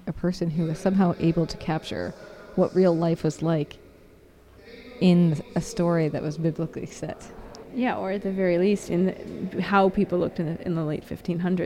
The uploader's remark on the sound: a rebroadcast of our walking tour through Rome